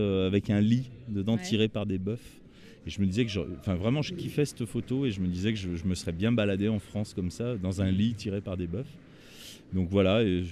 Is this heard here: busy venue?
yes